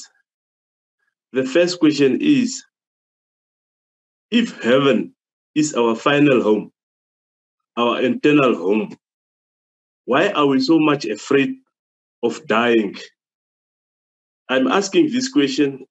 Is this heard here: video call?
yes